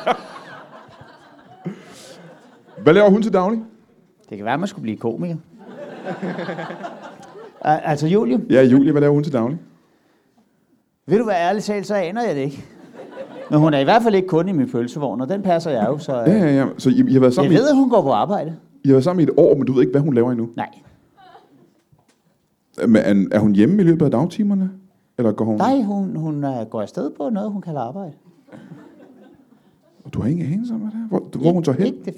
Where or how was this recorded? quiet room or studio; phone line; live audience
live audience